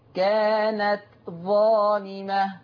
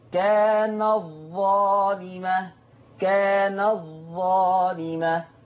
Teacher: نعري التاء ونشدد الظاء لتضغم على رواية ورش · Shown in: second take